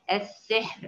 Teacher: والحاء كمان ساكنة وما قبلها مكسور، يبقى حقق الشرط أهو، إذا كانت الراء ساكنة الراء وقبلها ساكن غير مستعلي اللي هو الحاء، السحر، الحاء مرققة ليست مستعلية ليست مفخمة